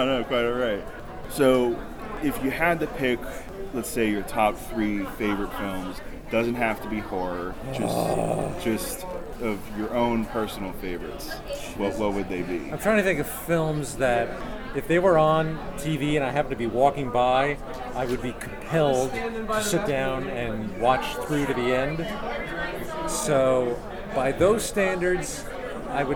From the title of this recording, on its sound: Live From Pittsburgh's Horror Realm Con